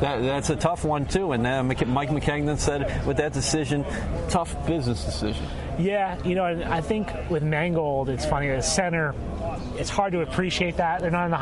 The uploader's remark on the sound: Live at the Combine. At the 2017 Combine in Indianapolis.